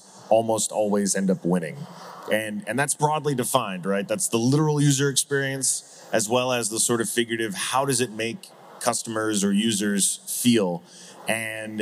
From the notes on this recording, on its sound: Live from Breakpoint 2021